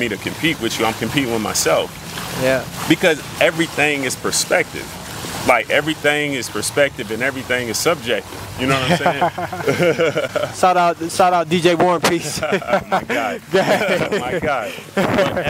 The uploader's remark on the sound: Recorded at the vibrant Summit in Lexington, Kentucky